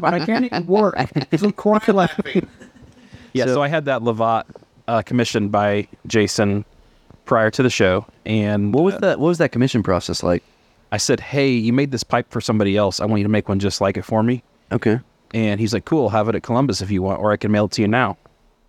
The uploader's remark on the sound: We recorded live at the Columbus Pipe Show 2023. Unfortunately, our travel recorder died while recording and the episode is cut short. In spite of a few audio gremlins, we had a stellar time.